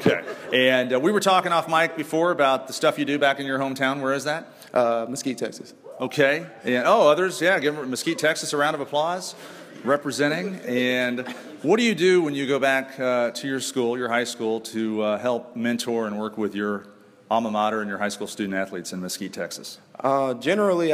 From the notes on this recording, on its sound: We begin live in Commerce, TX at Texas A&M Commerce with a live studio audience